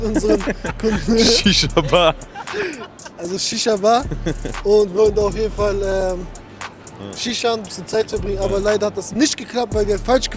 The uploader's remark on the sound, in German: Ecomunlimited beim OMR Festival (Vlog). Wir waren 2 Tage auf dem OMR Festival in Hamburg.